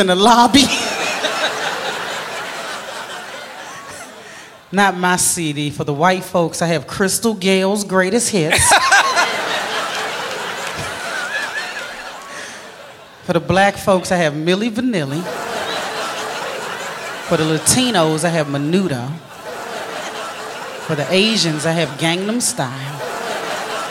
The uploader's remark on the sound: Live at the SouthPoint Casino